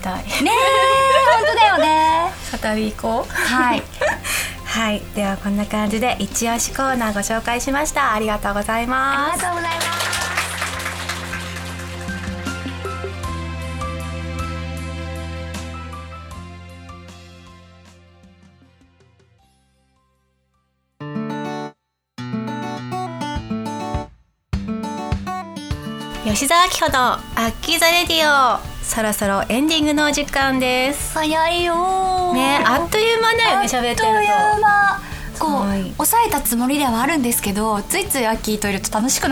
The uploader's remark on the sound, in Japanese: 2024年最初の配信は公開収録！